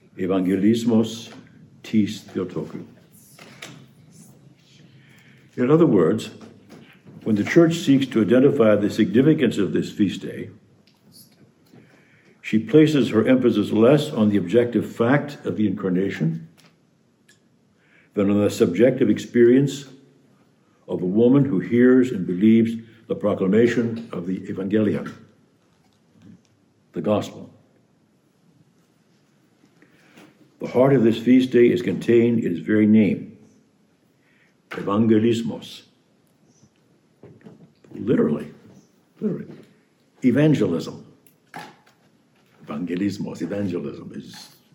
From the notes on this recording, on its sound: preached this homily on the eve of the Feast of the Annunciation, March 24, 2022